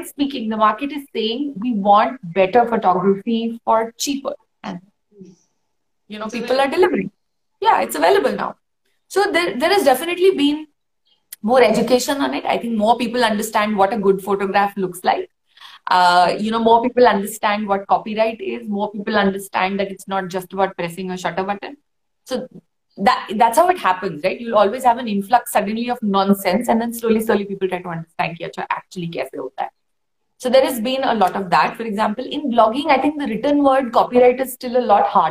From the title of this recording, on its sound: on Instagram Live